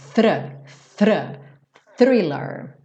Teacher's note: Tem que botar a linguinha lá, f, f, f, f, f, e você já puxa no R.